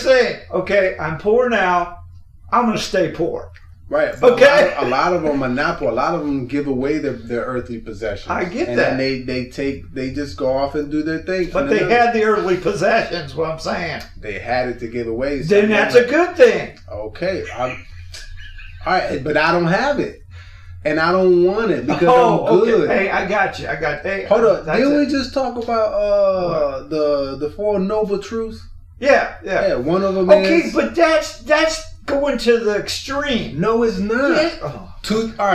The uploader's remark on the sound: All Episodes are recorded at work or home. In our desire to deliver an authentic, organic experience to the listener, sometimes the background will reflect this “At Work” atmosphere. As we progress, our sound quality will improve, we appreciate your patience and understanding.